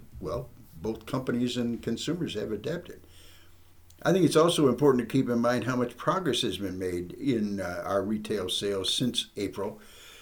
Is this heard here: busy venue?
no